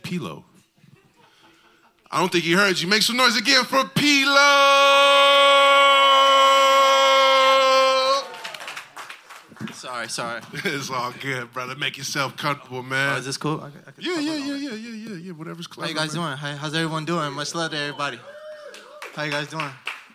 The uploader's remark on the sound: Live at Amoeba SF. Recorded at the legendary Amoeba Music San Francisco. Take questions from listeners and aspiring artists in the audience.